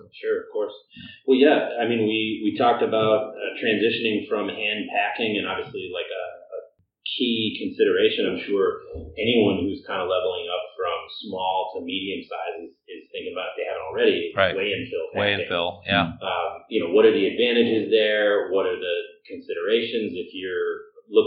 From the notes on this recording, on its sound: We apologize for the sound quality on these two episodes. We were recording under less than optimal circumstances.